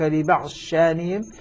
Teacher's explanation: فهنا تدغم الضاد في الشين وتصبح شينا مشددة